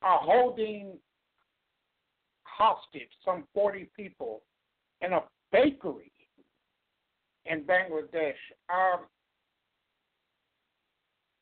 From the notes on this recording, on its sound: LIVE and call-in broadcast